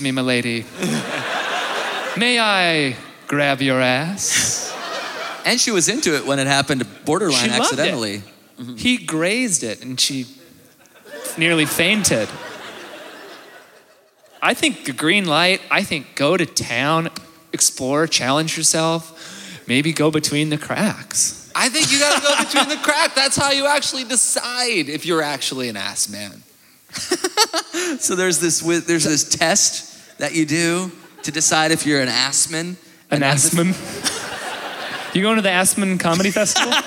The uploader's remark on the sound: joins us live in Winnipeg!